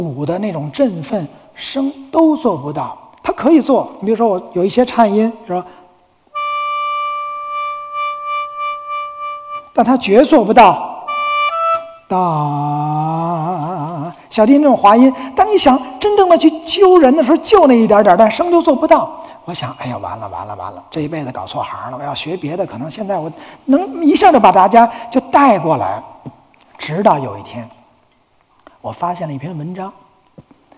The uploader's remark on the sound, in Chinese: 一席现场